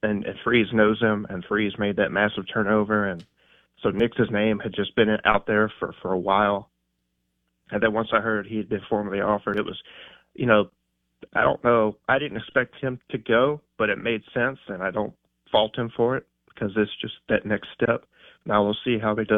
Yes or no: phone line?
yes